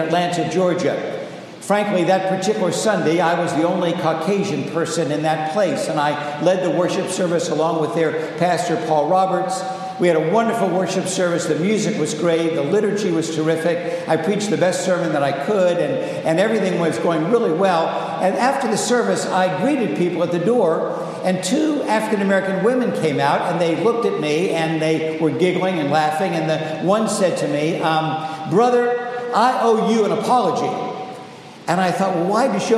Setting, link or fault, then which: setting, large echoing room